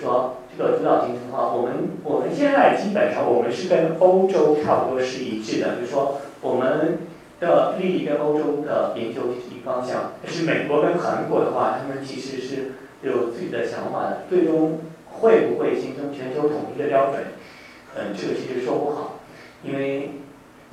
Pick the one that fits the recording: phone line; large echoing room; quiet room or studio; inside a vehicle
large echoing room